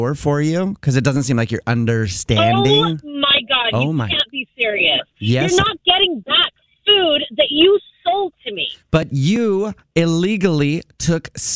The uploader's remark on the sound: Phone Prank